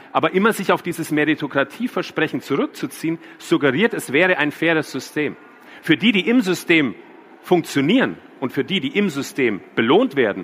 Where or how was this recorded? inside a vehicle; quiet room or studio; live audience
live audience